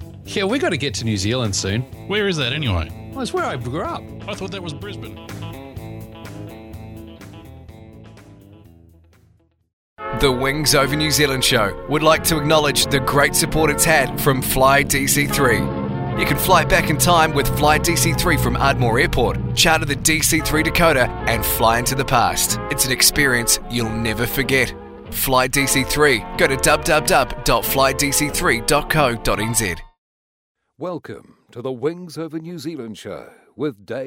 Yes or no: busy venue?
yes